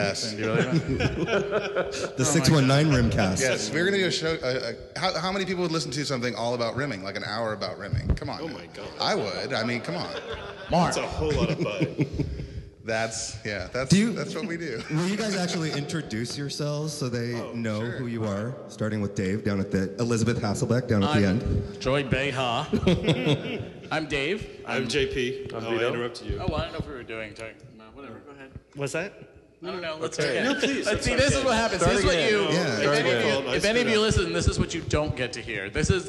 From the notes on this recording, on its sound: A Special podcast recorded with a live audience at the San Diego LGBT Center. They answer many bear-related questions from the audience.